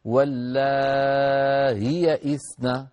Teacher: فباعتبار أن هذه الهمزة قد غيرت عن أصلها بالتسهيل، فالمد الذي قبلها كان في مد متصل اللائي، هالمد المتصل هذا يجوز أن نبقيه متصلا لأن مع كون الهمزة قد سهلت، ويجوز أن نقرأه بالقصر حركتين لأن الهمزة قد سهلت، فيصح أن نقول واللاهي إثنى، ويصح أن نقول واللاهي إثنى بمقدار حركتين فقط.